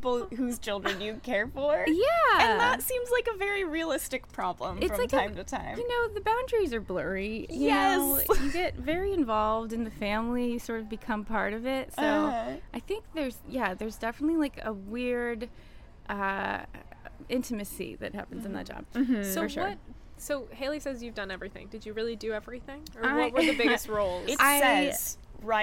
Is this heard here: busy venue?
yes